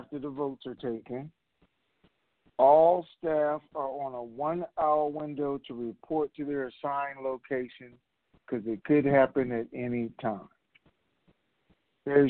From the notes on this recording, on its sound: TNTSuperfantastic Conference Call